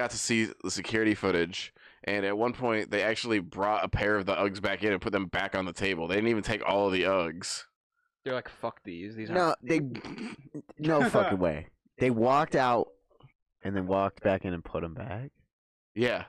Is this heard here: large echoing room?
no